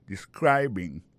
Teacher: Accent tombe sou deuxième syllabe là. Ça veut dire mot ça gen trois syllabes describing.